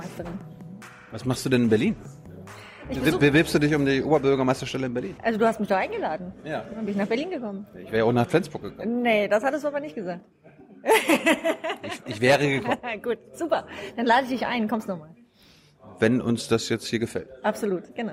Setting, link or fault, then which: setting, busy venue